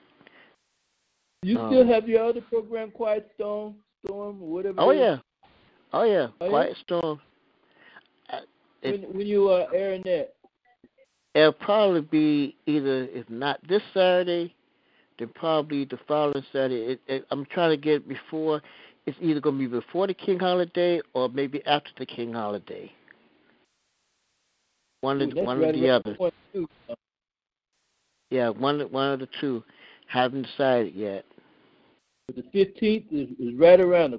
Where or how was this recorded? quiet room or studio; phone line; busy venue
phone line